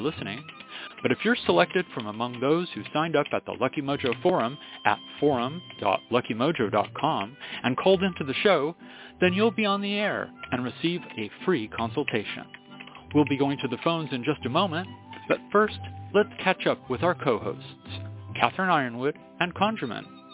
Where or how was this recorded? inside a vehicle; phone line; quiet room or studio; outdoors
phone line